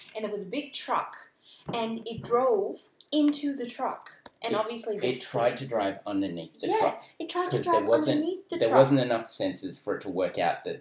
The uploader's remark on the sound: screws up the audio recording